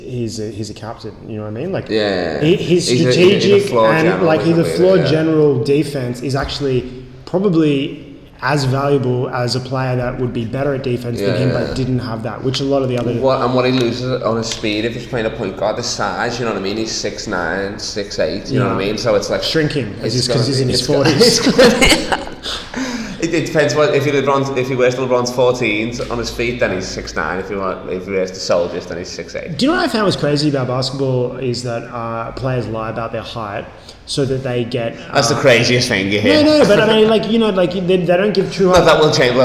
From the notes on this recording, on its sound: we live from his new warehouse in Sydney!